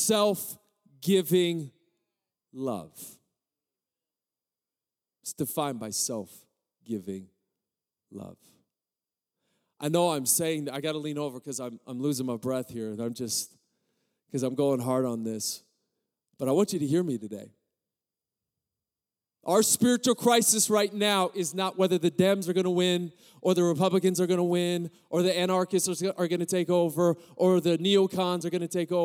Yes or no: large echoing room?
yes